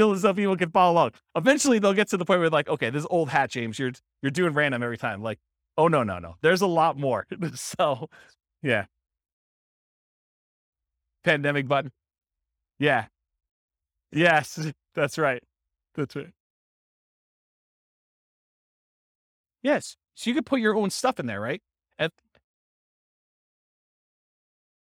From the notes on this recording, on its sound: This was a live class recorded